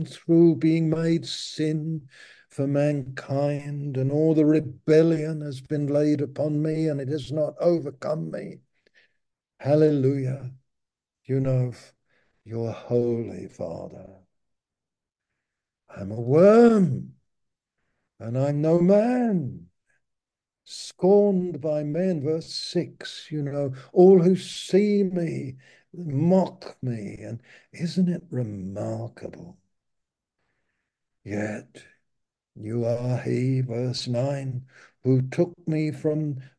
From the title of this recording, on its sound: Malaysia Meets (Zoom)